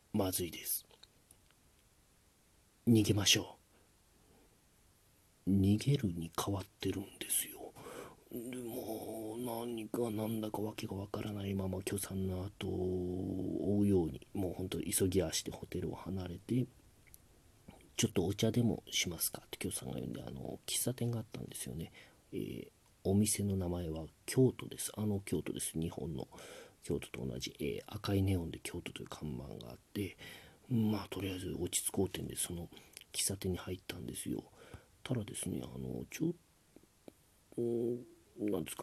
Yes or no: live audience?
no